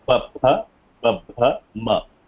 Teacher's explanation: Slight rolling of the lips happens, very slight, not much · Term: pa varga